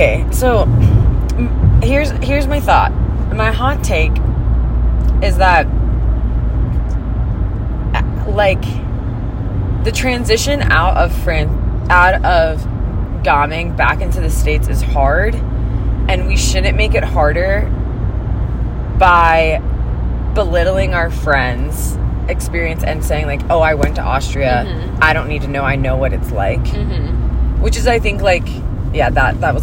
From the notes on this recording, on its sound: are in the car